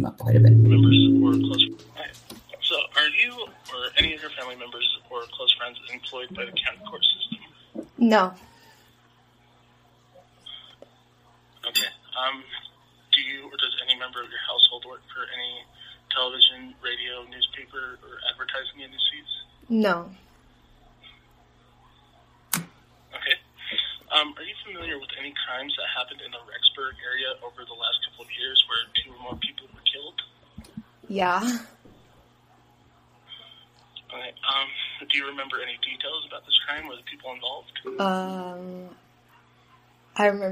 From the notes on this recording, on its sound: a recording of a survey phone call going around the area